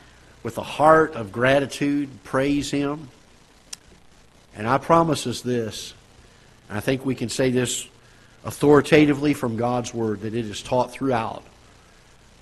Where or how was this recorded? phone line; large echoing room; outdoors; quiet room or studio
large echoing room